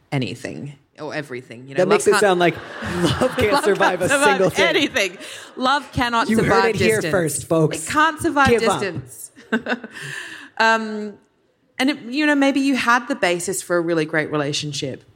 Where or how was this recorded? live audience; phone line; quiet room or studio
live audience